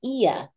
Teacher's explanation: So anytime you have that accented I, it lifts on that sound, ia.